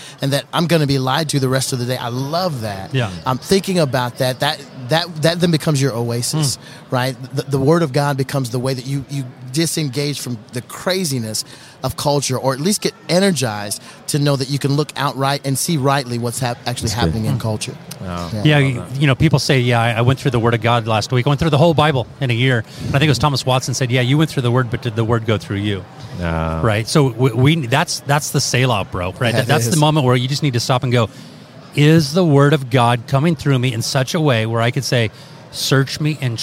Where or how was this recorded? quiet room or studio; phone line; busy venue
busy venue